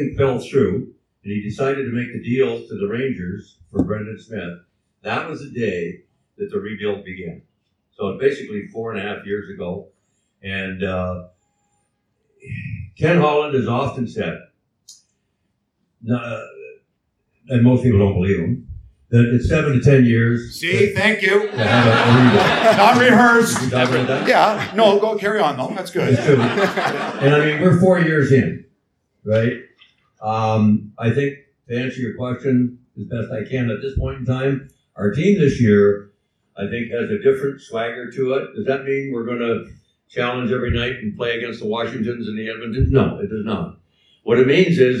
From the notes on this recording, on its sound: LIVE from the LCA. Our first ever recording in front of a LIVE audience.